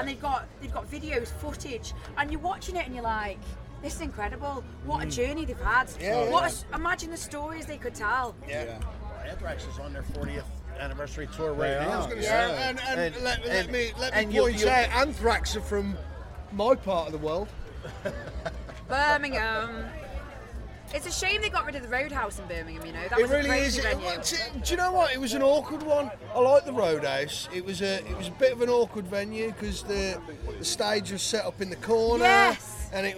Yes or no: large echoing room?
no